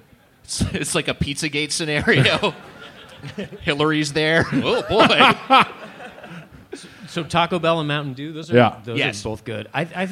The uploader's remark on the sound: Plus, a live edition of the Wiger Challenge. Recorded live at Cobb's Comedy Club for SF SketchFest.